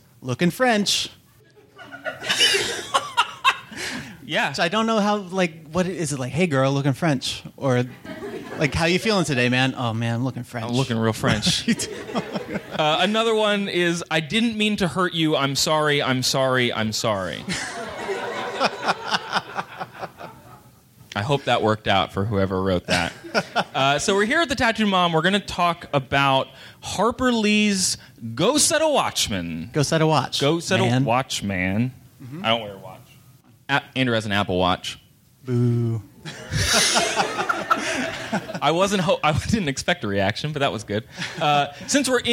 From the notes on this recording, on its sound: Live from Philadelphia. This show was recorded live in Philadelphia, PA.